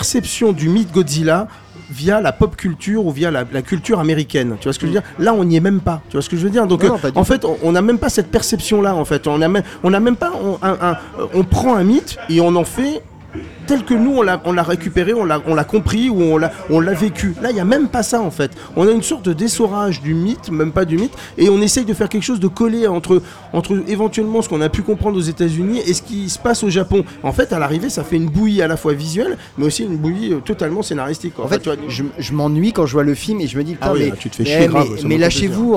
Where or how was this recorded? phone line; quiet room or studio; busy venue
busy venue